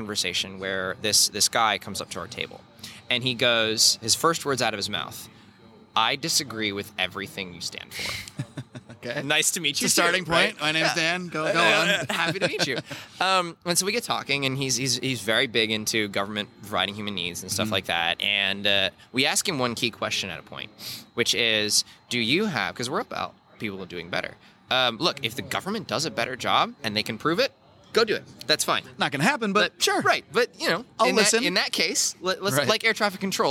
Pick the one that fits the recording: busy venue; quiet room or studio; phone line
busy venue